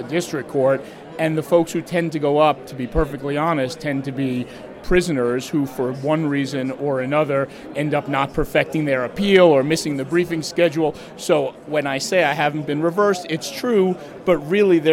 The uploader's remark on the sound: Live from the Mayflower Hotel